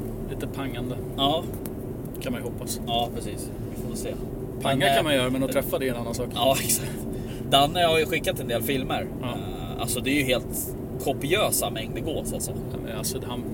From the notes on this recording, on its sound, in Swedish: Glömmer att ta med sin inspelnings grej. Spelar in via mobilen : Så ljudnivån kan vara lite svajig.